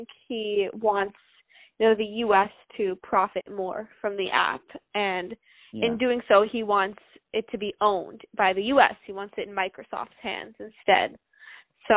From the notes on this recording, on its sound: On the phone